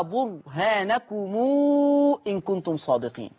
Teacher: صلة ميم الجمع في ورش 6 حركات